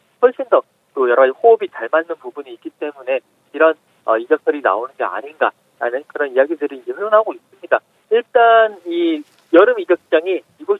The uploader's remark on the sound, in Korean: 전화연결